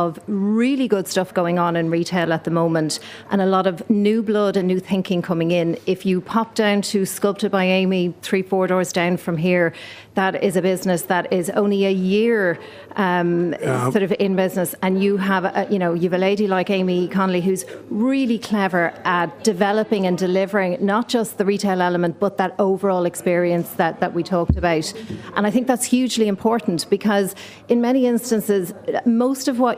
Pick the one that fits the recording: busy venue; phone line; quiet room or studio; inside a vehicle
busy venue